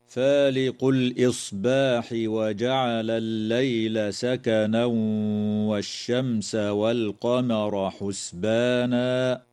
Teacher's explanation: يدغم التنوين في الواو مع الغنة في قوله تعالى: سكنا والشمس، وتظهر الميم الساكنة في كلمة والشمس، ويجوز الوقف على كلمة حسبانا من قبيل الوقف الحسن.